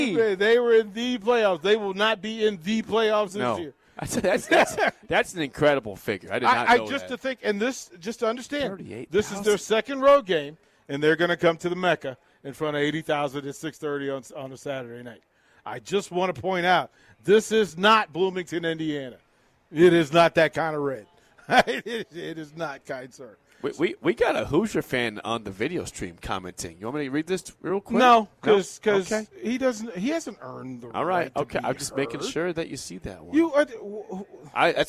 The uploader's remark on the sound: Nebraska Football Talk Live from Barry's.